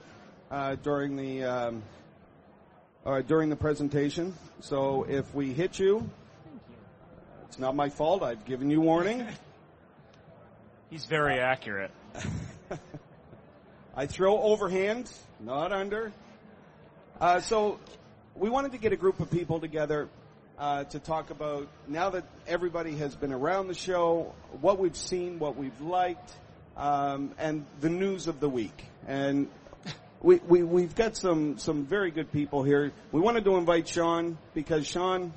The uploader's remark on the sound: 2007 Macworld Expo. A session recorded from Macworld's booth on the Moscone Center show floor.